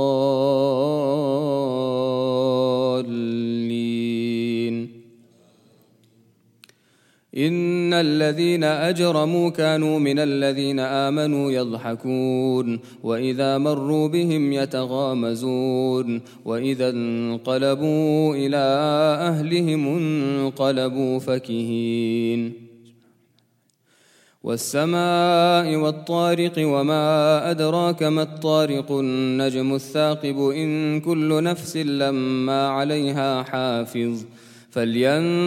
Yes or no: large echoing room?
yes